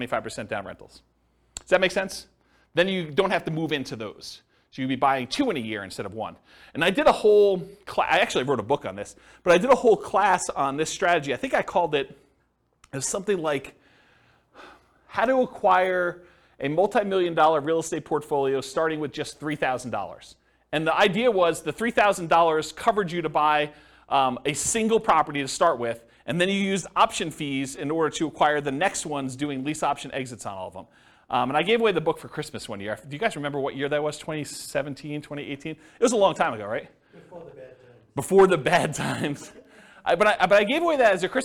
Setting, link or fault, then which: setting, live audience